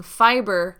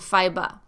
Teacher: the hard ER American English ER sound being a main difference from the softer UH sound in British English, an example being fiber and fiba.